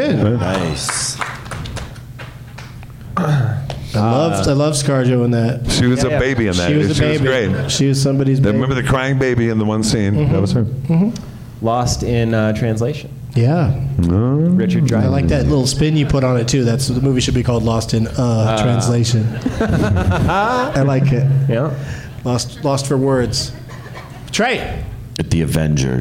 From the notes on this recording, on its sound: Live from Wise Guys in Salt Lake City